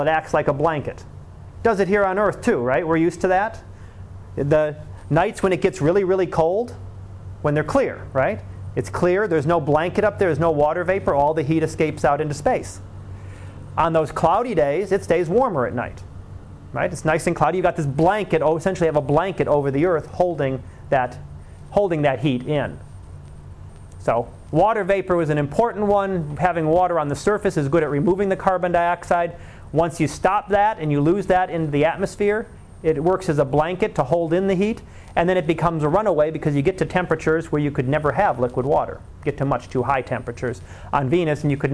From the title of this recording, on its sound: Live Class Lecture